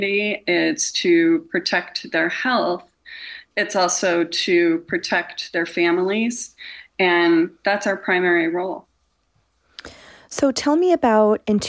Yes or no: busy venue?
no